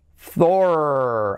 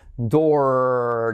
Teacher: va a ser como una pura O